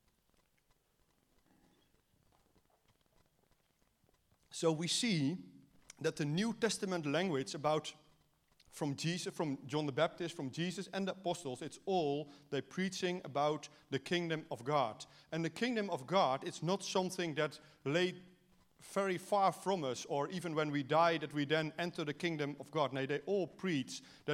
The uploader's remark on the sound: at Joshua Generation Church Wellington AM congregation